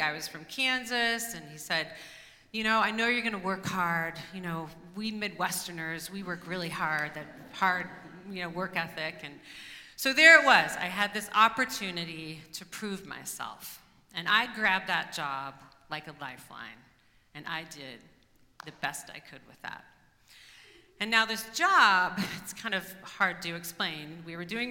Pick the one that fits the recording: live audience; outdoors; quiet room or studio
live audience